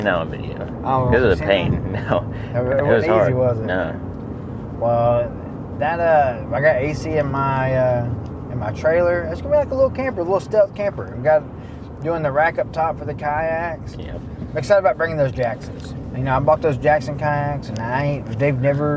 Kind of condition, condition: setting, inside a vehicle